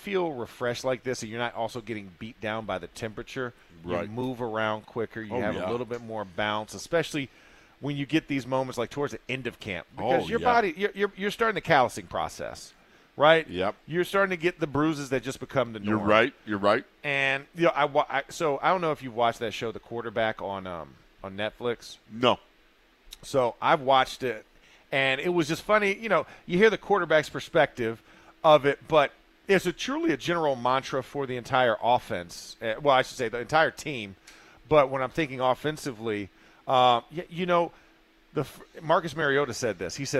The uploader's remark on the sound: ITL Live from Steelers Camp Day 15